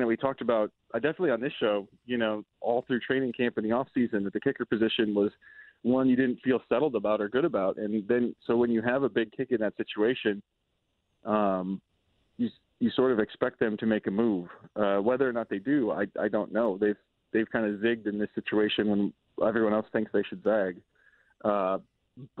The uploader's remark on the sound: As people continue to call